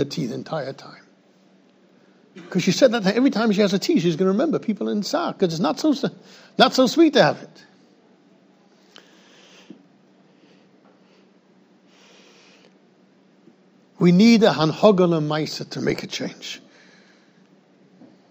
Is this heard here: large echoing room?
yes